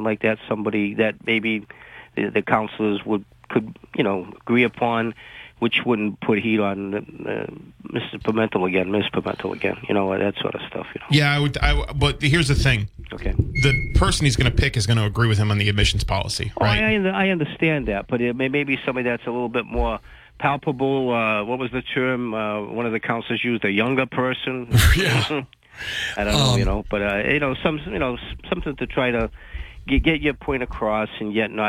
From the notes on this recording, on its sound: Then they take calls from the audience